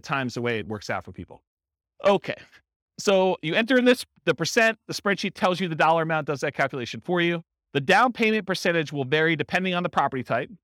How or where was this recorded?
live audience